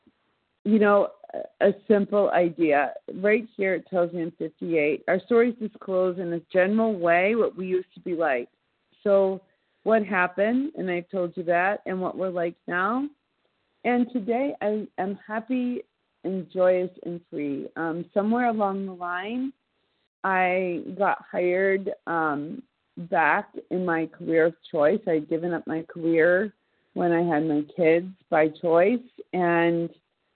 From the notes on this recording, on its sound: from the 100 Pounders Phone Meeting, 10/20/23.